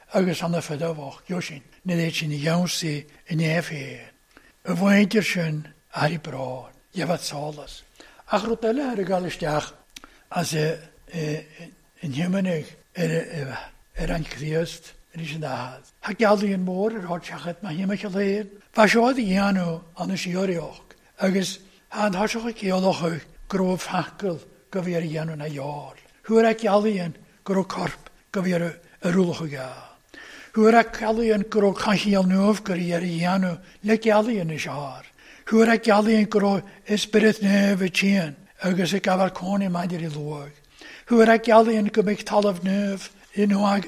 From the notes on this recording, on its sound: recorded at North Harris Free Church on the evening of Sunday 29th May 2022